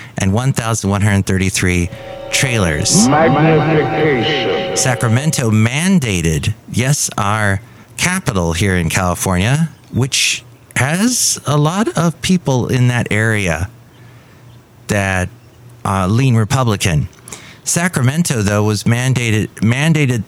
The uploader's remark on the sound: podcasts live from Café Anyway